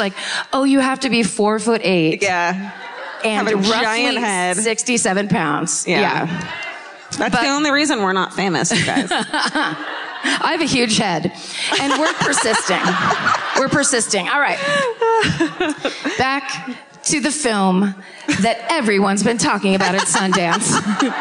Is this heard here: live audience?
yes